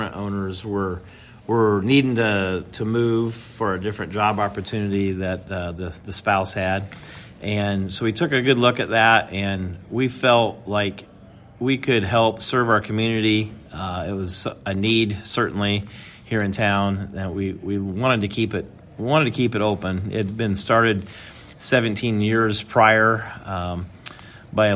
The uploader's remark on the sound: at the Kenny Norton Southeast Iowa Farm Show 2023 at the Fairfield Arts & Convention Center in Fairfield, Iowa